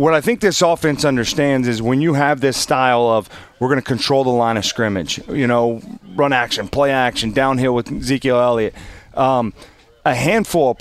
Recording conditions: outdoors